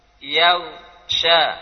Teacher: ghain dibaca tebal. Apalagi sebelumnya adalah fathah.